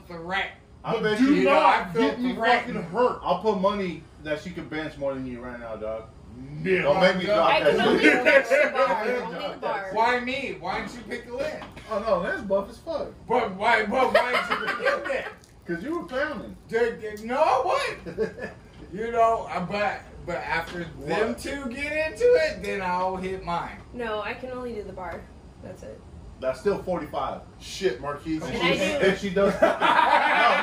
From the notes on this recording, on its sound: We have some nice new equipment, still learning...audio on this ep is not so good so we do apologize for that.